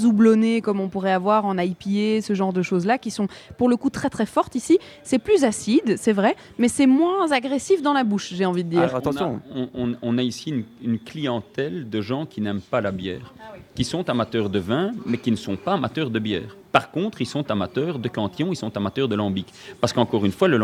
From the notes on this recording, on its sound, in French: en direct de la brasserie Cantillon à Anderlecht